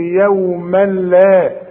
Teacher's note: فعند الوقف هتقول يوما، وعند الوصل ادغام كامل بدون غنة